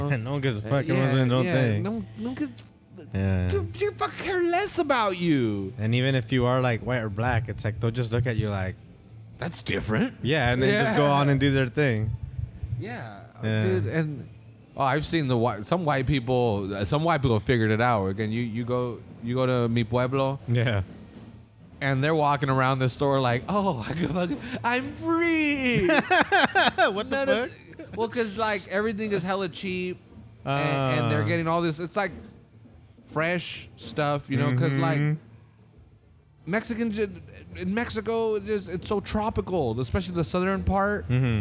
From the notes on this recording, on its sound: This episode was recorded back at our old recording space in XL Publichouse in Oldtown during the Parade of Lights festival. The rain stayed away long enough to keep everyone dry and the beer warmed us up.